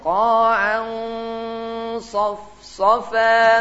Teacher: harus dibaca dengan tebal, dengan terangkat lisannya